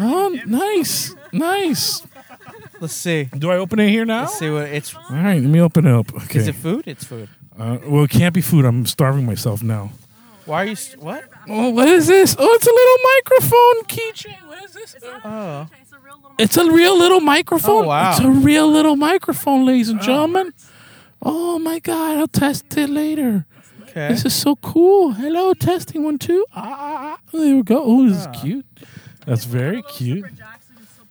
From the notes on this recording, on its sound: we are in the car